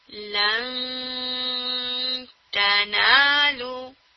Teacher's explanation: زبان کو نون کے مخرج کی طرف اٹھائیے ضرور، لیکن اس کو ٹچ نہیں ہونے دیجیے · Term: اخفا